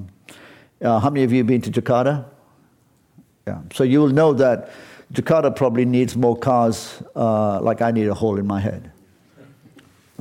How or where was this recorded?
live audience